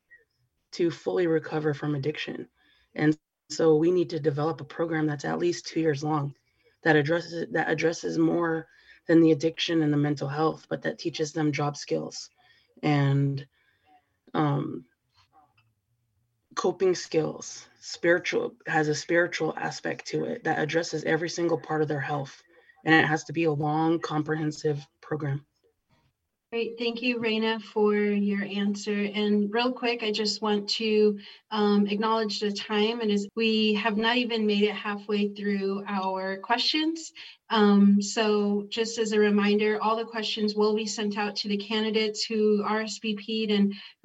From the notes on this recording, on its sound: Audio from Zoom Forum.